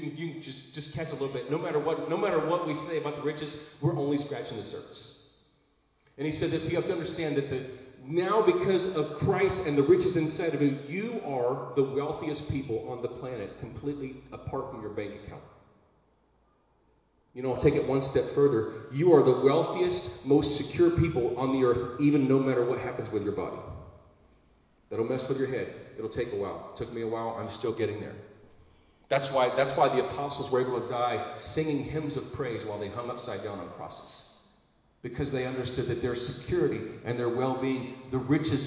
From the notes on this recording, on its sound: Recorded live in Liberty Church on 14 August 2022